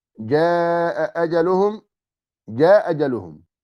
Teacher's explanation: الثاني الإسقاط، يعني بلا نقل كالذي سبق ولكن بدون نقل الحركة، وهذا إذا اجتمعت همزتان واتحدتا في الحركة فتحا ضما كسرا حينئذ تسقط أولاهما في قراءة أبي عمرو